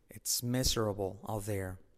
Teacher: La T de out casi no se dice.